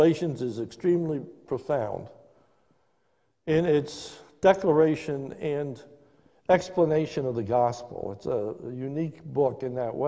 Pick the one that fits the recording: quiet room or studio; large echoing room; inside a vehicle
large echoing room